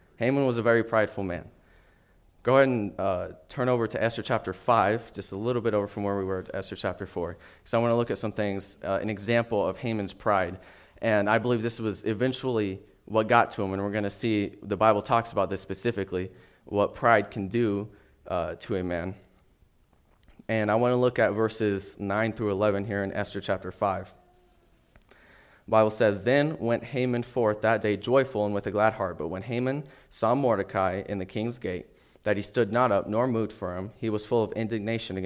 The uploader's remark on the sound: NOTICE: This message was originally taught and recorded at Solid Rock Bible Church.